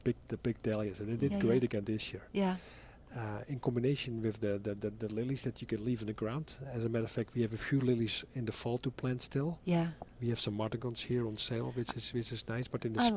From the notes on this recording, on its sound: live from Prairie Gardens